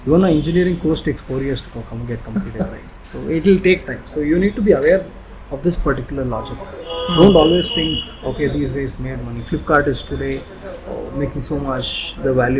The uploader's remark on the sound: You may find somebackground noise due to the recording location